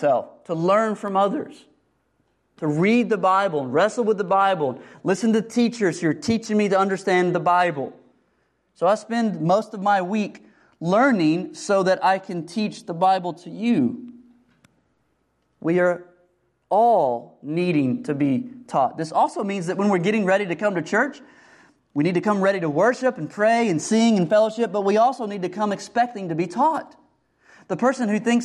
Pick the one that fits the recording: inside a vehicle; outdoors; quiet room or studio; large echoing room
large echoing room